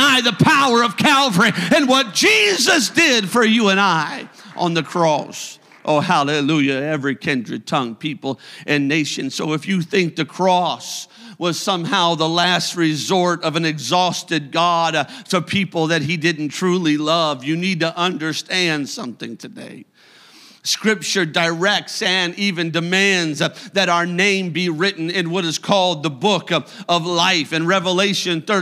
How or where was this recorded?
large echoing room